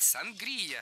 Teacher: сангрия с ударением на втором слоге